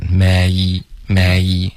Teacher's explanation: 这个 may 的双元音滑动需要再滑的饱满一点